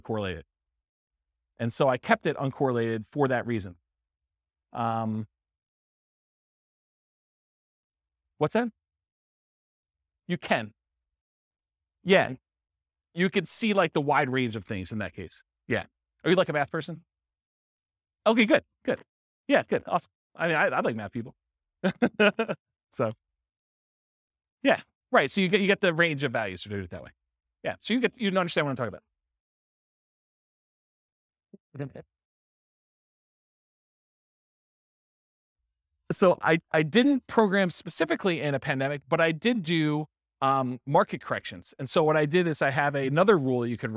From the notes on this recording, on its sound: This was a live class recorded